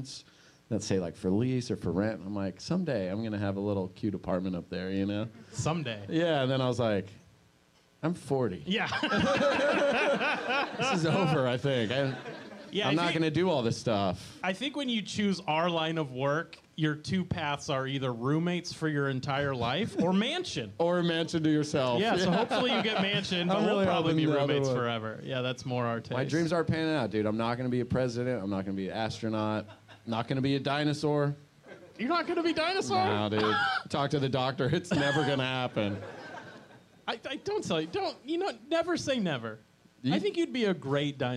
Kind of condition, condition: setting, live audience